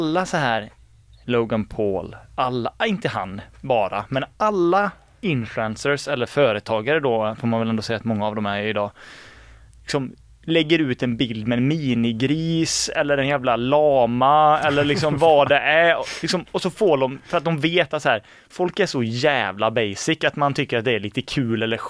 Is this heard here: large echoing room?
no